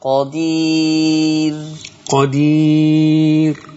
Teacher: بس خلي بالك قدير مرقق. من غير ما نكرر الراء. قدير قدير. نعم.